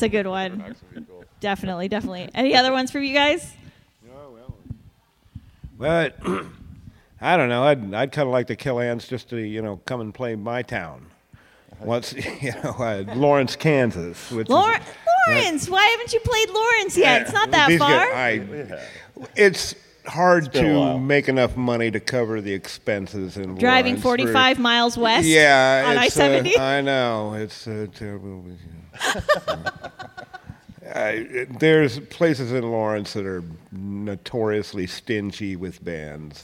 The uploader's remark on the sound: Recorded on location at the 2022 Greeley Irish Festival in Greeley, Nebraska.